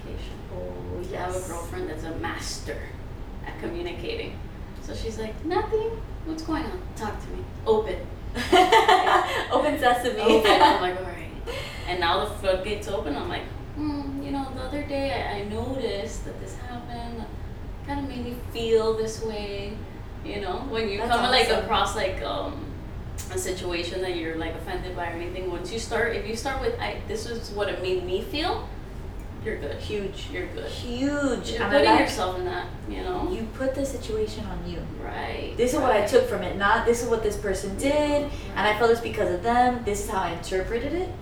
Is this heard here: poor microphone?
yes